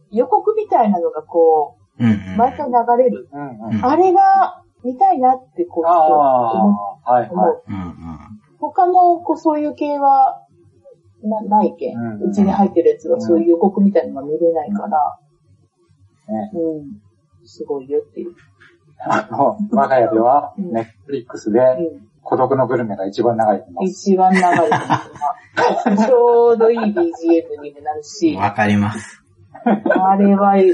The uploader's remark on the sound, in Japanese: 何かとお聞き苦しいところもあるかと思いますが